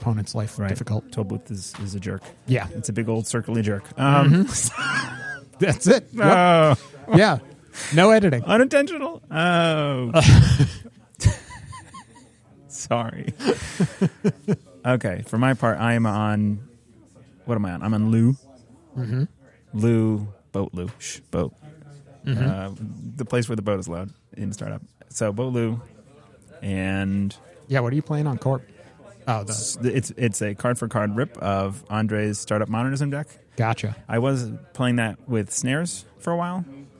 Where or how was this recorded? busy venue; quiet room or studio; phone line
busy venue